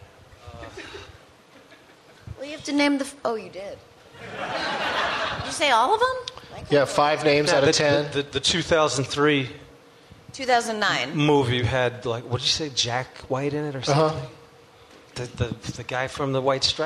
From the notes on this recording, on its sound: Live from the Gramercy Theatre in New York City